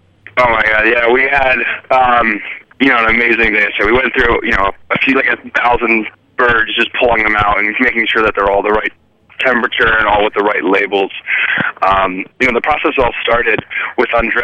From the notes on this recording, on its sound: call in to give an update on the project